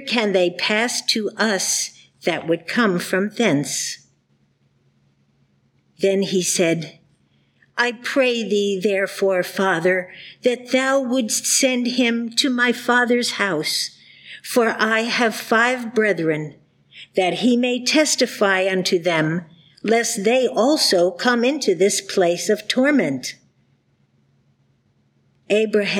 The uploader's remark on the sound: The Sunday service audio